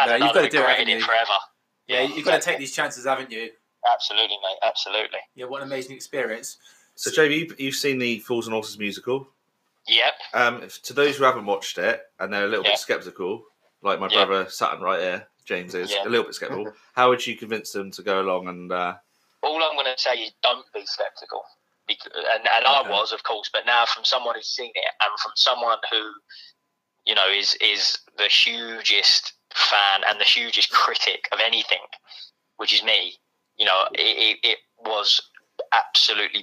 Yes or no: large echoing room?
no